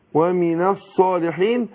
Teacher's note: يبقى سقطت همزة الوصل واللام أضغمت في الصاد · Term: اللام الشمسية